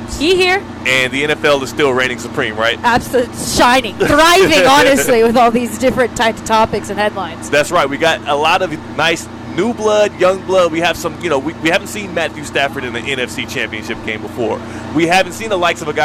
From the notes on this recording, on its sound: Live from the Gainbridge LPGA. At the Gainbridge LPGA at Boca Rio.